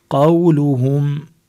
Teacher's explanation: قولهم عنا واو ساكنة وما قبلها مفتوح مدلين